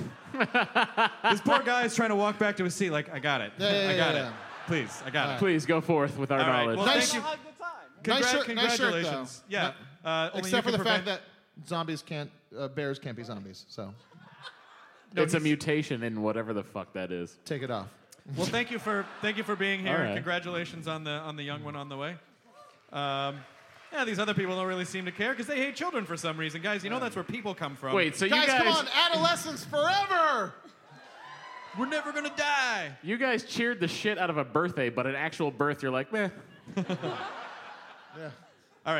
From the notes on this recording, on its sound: 930 Club: Live in DC! Recorded LIVE in DC on January 6! About 700 people showed up to this one and it was a BLAST and a half.